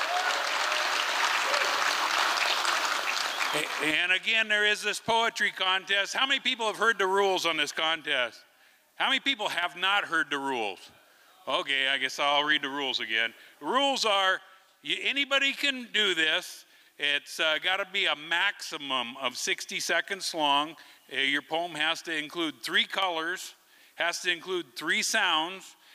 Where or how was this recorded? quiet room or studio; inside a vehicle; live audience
live audience